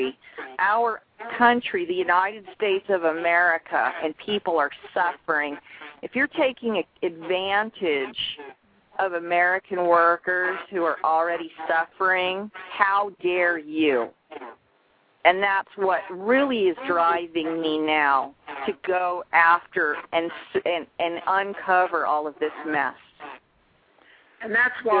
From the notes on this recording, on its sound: Truth About Trucking "LIVE" opens up the phone lines